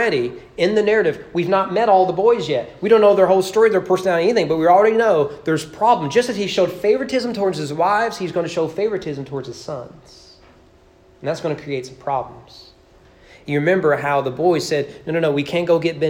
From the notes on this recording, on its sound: Sermon preached at East Frankfort Baptist Churh on Decembe 12, 2021 during morning worship.